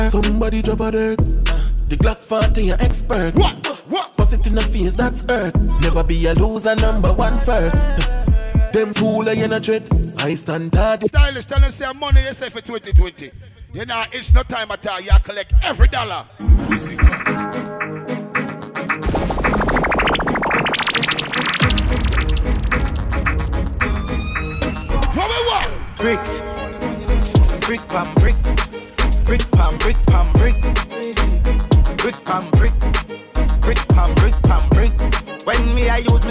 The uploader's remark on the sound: WE OUTSIDE SUNDAY'S (DAY PARTY) AT ROYAL CAFE. MADD JUGGLING FROM BOTH SOUNDS ..